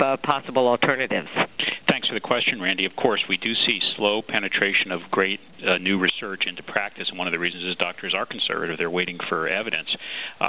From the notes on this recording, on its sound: March 2005 Author in the Room® Teleconference.